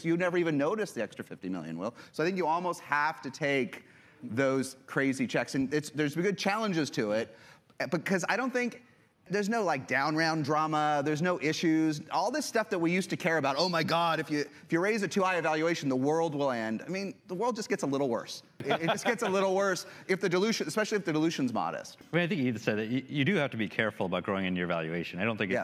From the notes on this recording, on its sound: A panel he moderated at the recent SaaStr Annual Conference.